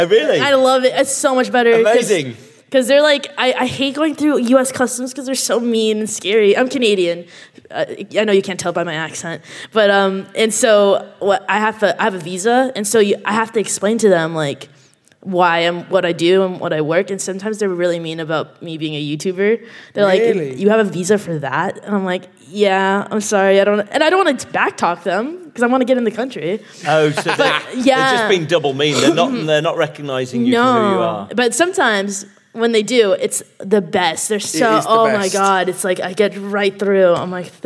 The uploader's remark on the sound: Recorded live at Vidcon 2020.